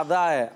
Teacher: حمزہ حمزہ حلق کے نیچے والے سے ادا ہوتا ہے